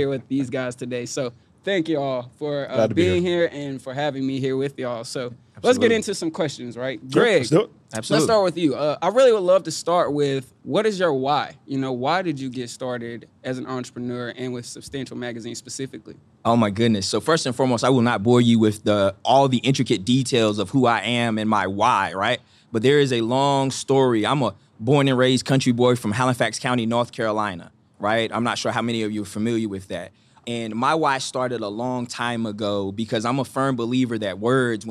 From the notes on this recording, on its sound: Live from the roof of American Underground at the Google for Startups Black Founders Exchange. Live from the roof of American Underground at the Google for Startups Black Founders Exchange.